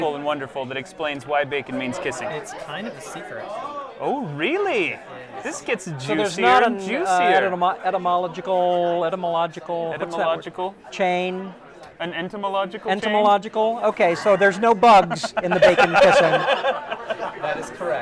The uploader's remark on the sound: Live at the Mistborn 3 Release. Recorded in line at the Hero of Ages book release and signing event at the BYU Bookstore.